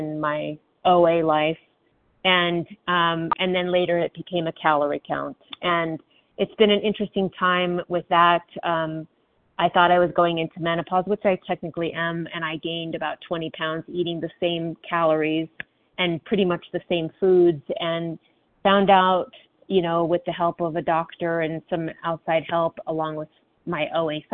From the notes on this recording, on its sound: from the 100 Pounders Phone Meeting